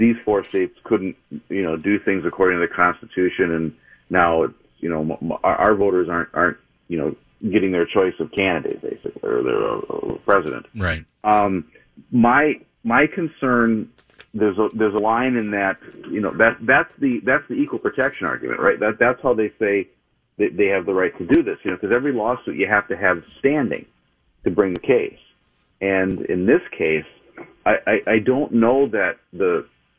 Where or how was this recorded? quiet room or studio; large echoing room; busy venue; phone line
phone line